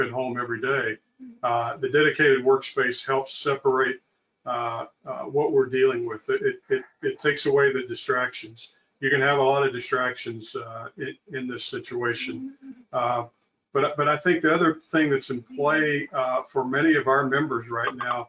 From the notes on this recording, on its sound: Part 3 of CoSIDA's Listening and Leading webinar series presented by Capital One.